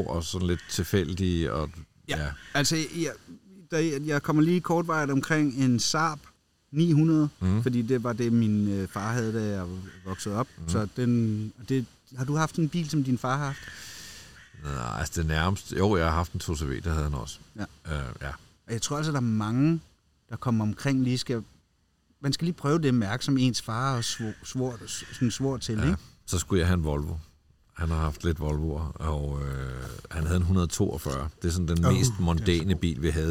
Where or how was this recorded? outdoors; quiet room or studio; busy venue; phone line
outdoors